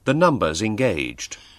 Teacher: Number и is произносятся слитно, образуя нечто вроде numbers.